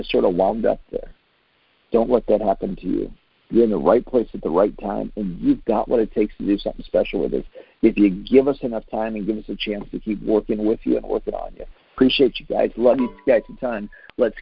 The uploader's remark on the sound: Team Freedom conference call on 6/28/19.